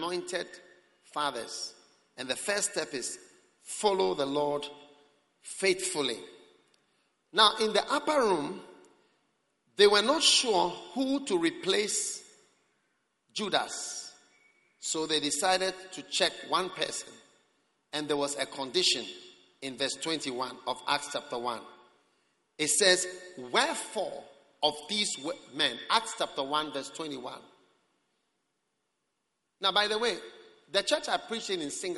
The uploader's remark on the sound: Preached at the Prophetic Encounter Service.